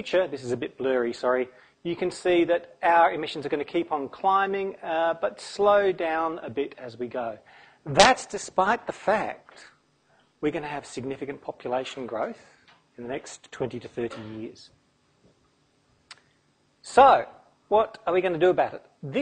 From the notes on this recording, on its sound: Brisbane Climathon presentation, recorded 29 October 2016 at QUT